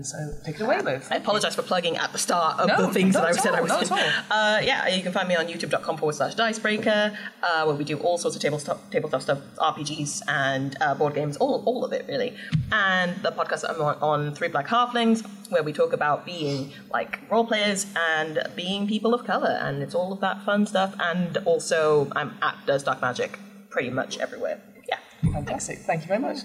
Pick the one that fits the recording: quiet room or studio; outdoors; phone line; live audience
live audience